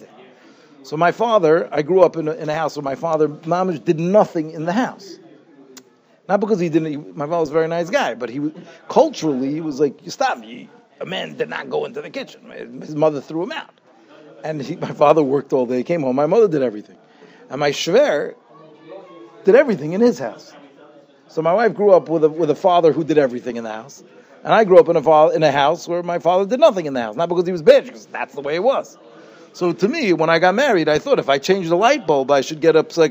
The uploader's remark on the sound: Shiur recorded in Yeshivas Ohr Reuven, Monsey, NY